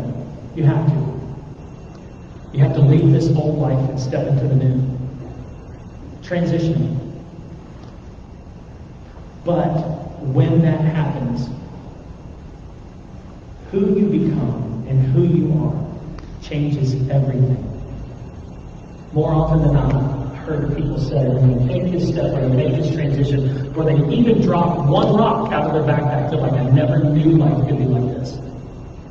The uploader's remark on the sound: THERE WAS AN AUDIO PROBLEM THIS WEEK